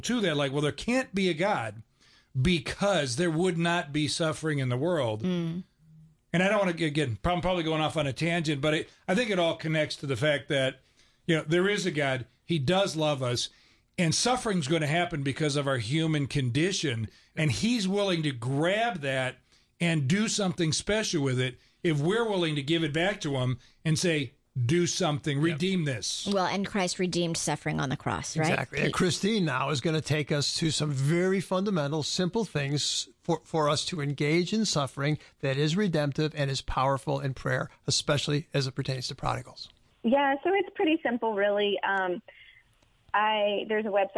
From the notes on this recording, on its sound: met by phone